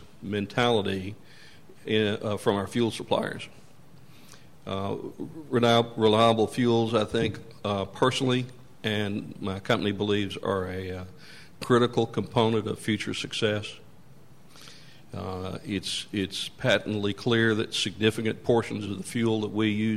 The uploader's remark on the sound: Talked about his company's use of biodiesel during a press conference.